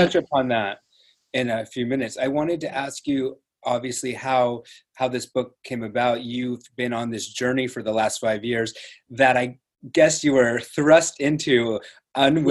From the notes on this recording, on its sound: This is a live recording of an online event hosted via Zoom during the Covid-19 crisis.